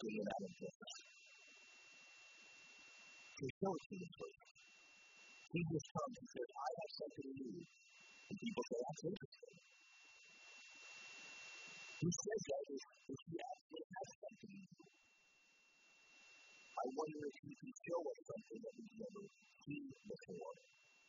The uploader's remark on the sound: We apologize for the low sound quality, we had technical difficulties.